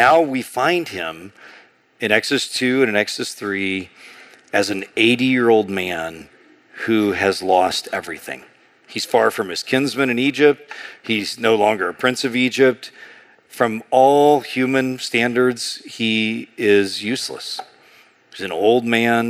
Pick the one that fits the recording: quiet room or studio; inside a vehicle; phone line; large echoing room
large echoing room